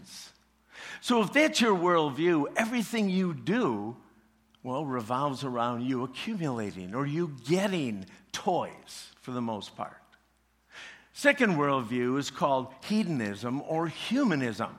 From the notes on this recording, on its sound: preached this message at CrossPoint Church